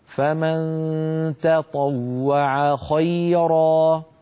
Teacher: علينا أن نرقق التاء ونفخم الطاء